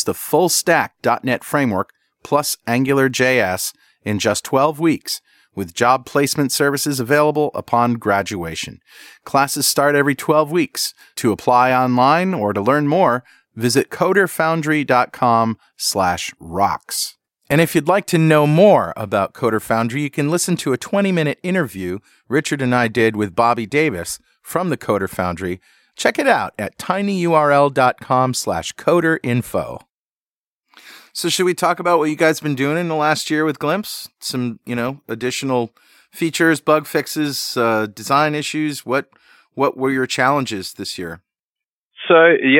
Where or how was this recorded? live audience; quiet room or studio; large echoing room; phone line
quiet room or studio